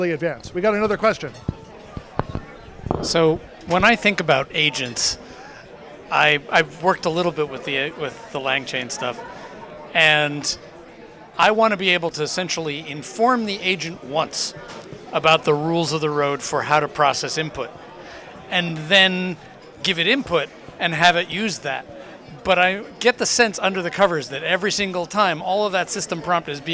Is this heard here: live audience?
yes